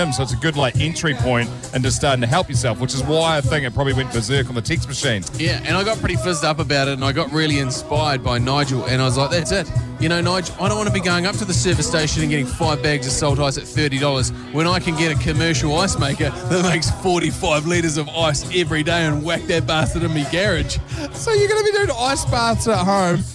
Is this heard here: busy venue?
yes